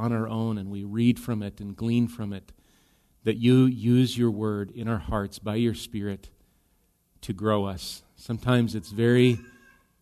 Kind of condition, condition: setting, large echoing room